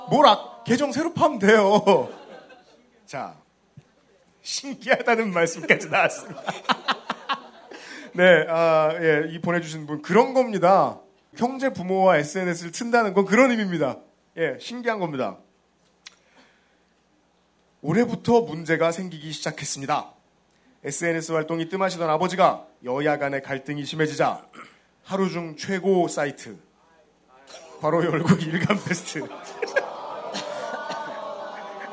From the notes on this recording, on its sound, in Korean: 200회 특집 공개방송.